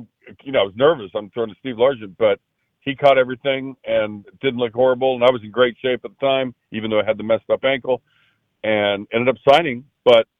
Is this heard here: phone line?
yes